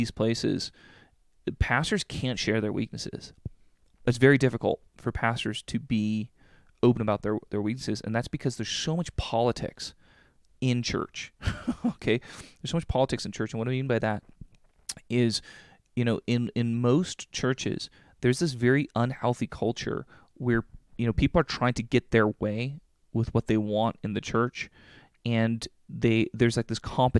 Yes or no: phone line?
no